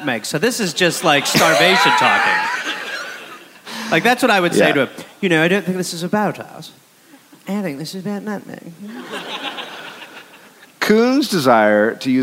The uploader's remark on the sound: Recorded live in Amsterdam.